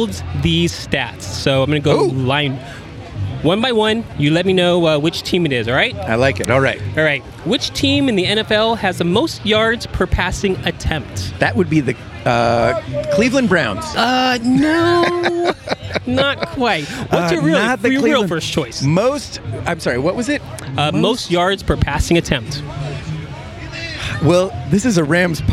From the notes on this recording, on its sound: The guys record pre game from the South Lawn tailgate at the Coliseum.